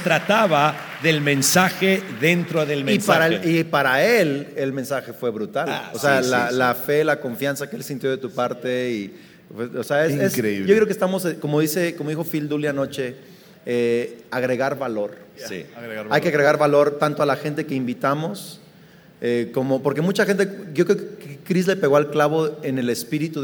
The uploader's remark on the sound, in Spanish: Esta conversación se grabo en vivo durante la conferencia efecto 2018.